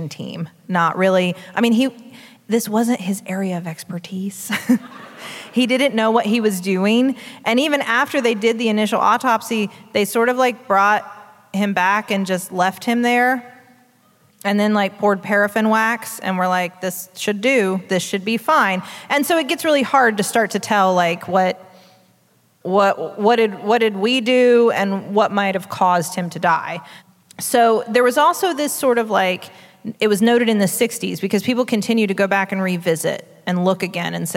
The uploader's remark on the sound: Live from Columbus, Ohio, home of the first Wendy's, and also COSI, the Center of Science and Industry!